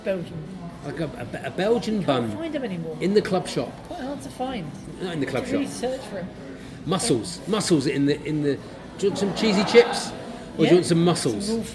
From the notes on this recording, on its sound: This week comes live from the pub